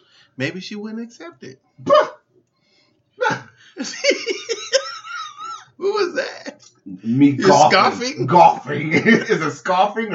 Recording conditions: poor sound quality